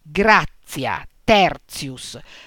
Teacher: Il gruppo T seguito da vocale si legge z